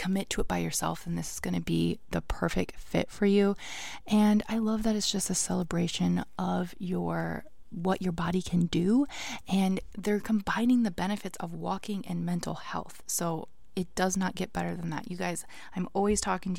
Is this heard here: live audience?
no